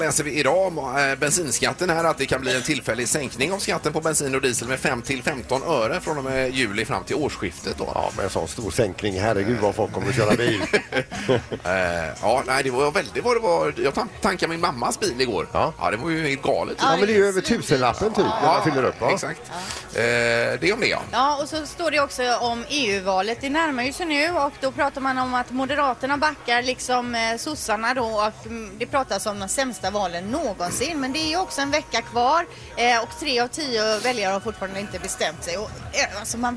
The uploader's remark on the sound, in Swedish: Vi sänder live från poolkanten på Sankt Jörgen